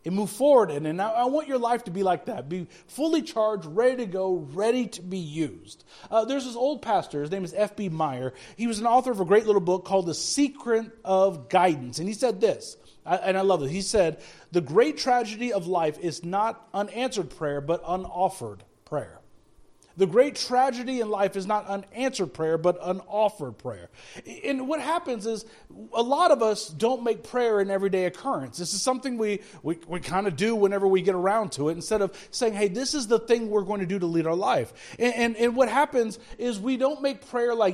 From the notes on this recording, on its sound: Speaking at Soma Community Church in Jefferson City, MO on Sunday morning 28 January 2024.